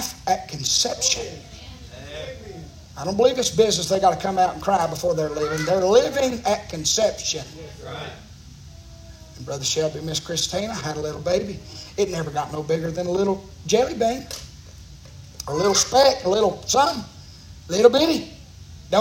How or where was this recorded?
large echoing room